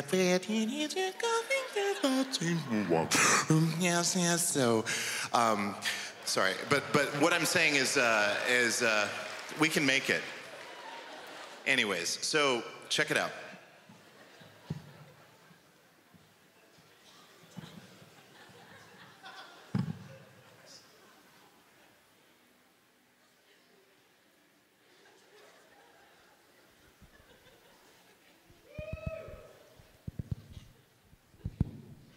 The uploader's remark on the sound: stand up from the Just For Laughs Festival in 2015